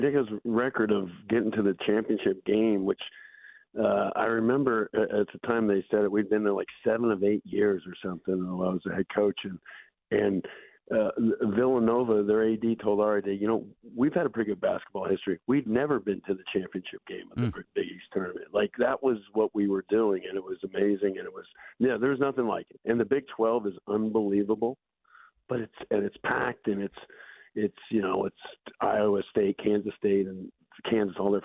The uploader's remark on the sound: More big names in Pittsburgh sports call in to the show.